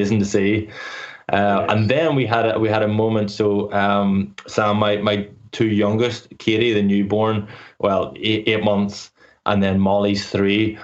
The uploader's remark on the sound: The House of Rugby gang are back together, on Skype anyway. Dials in from Limerick. Over in New York.